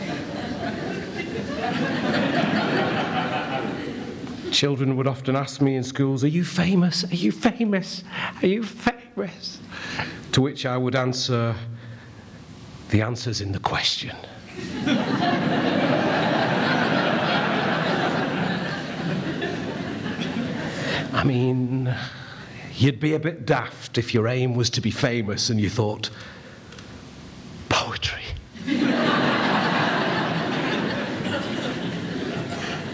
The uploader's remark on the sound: CMC 2016 - Opening Keynote